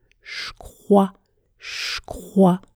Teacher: Je ne prononce pas le E de je et le son J se prononce ch ici, comme dans chocolat.